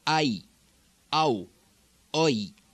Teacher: These are the remaining diphthongs, long I ow and oi. Instead of going down in pitch, I, ow, oi, these are going to stay at the same pitch and also almost stress as if they were two separate vowels.